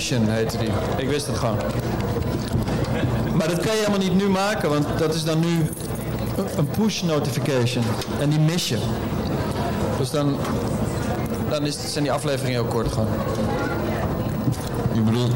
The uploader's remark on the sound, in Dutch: MUSEUMNACHT DEEL 1. Het geluid is crunch maar aren’t we all?